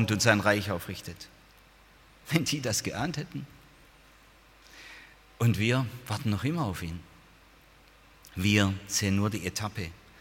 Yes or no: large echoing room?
yes